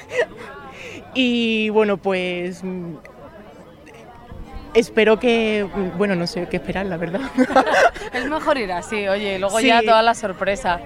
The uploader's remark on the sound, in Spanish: Un programa especial ese mismo día desde el fòrum.